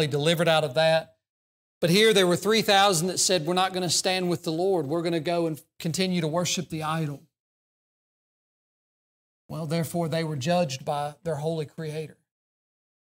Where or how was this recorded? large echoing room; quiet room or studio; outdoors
large echoing room